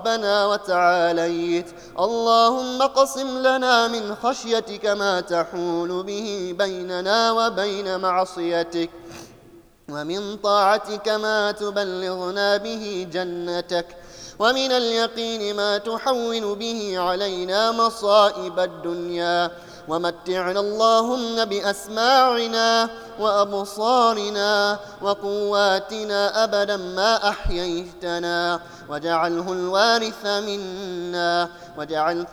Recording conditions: large echoing room